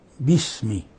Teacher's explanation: ينبغي أن يلفظ بالباء قبل السين مخففة باسمي، ولا تضغط في مخرجها، لا تقل باسمي، كز عليها هكذا تشددها باسم، لا خطأ، وإنما باسمي.